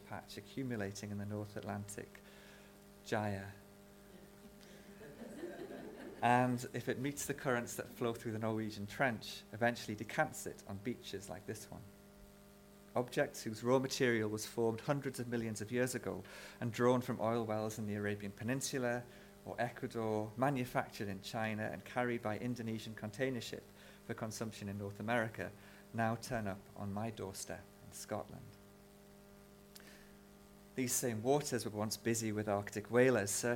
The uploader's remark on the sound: This public lecture. This event was held in collaboration with the University of Edinburgh Global Environment and Society Academy at the University of Sydney.